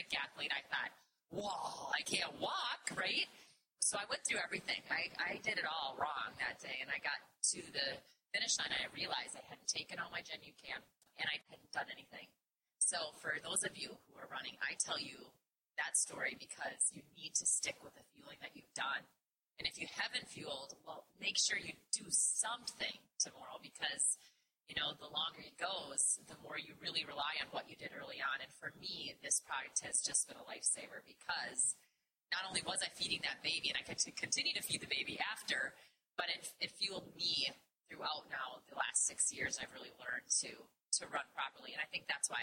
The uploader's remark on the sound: Live Podcast Event from the New York City Marathon. In this bonus podcast episode you will hear the replay from our live event at the New York City Marathon.